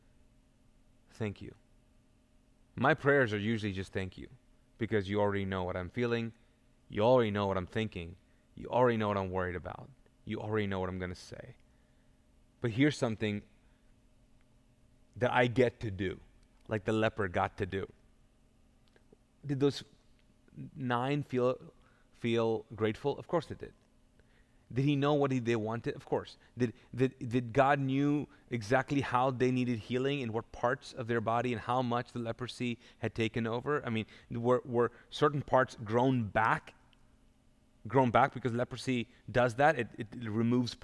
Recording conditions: large echoing room